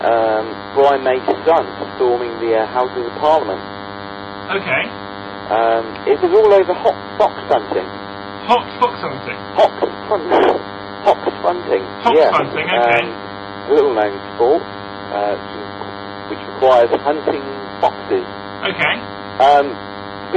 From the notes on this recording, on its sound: The recording quality is mostly pretty bad, due to an incoming phone call for most the show. Live from the Plymouth 'studios'.